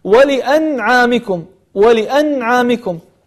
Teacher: نون ساكنة بعدها حرف العين وحرف العين من حروف الإظهار الحلقي